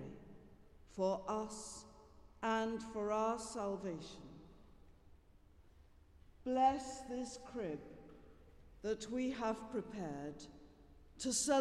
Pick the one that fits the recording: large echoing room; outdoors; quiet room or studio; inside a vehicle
large echoing room